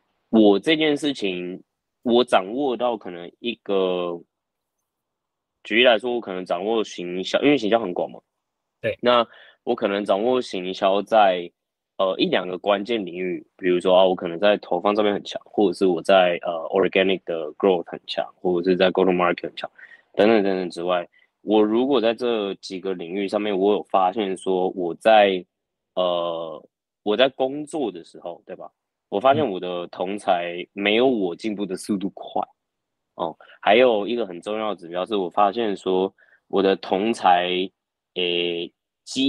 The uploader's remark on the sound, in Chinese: 這個系列是我在新加坡跟別人聊天交流的一些對話。音質不會那麼好，因為大多是用會議軟體錄製的，請見諒。